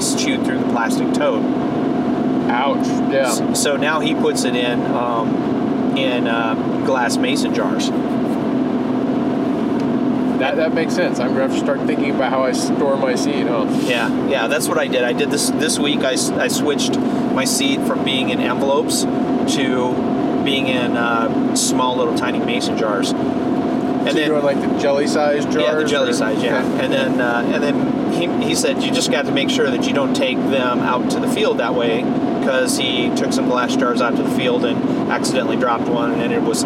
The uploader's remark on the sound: This episode was recorded while we were on the road to an event (there is some road noise).